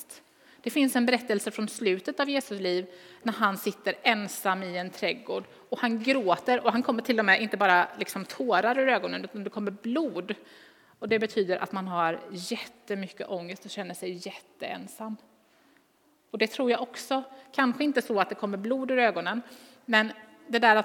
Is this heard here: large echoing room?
yes